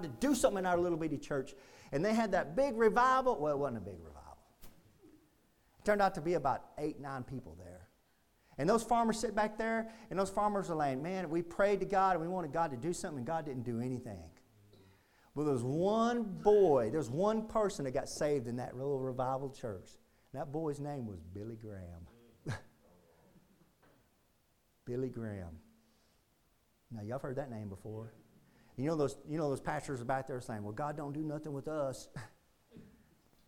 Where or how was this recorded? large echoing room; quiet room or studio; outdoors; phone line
large echoing room